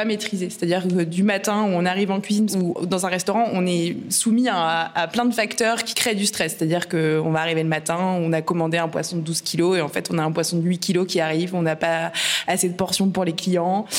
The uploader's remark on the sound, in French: Une cheffe, une journaliste et une avocate montent sur l’estrade. Enregistrée en public au lycée hôtelier Jean-Drouant.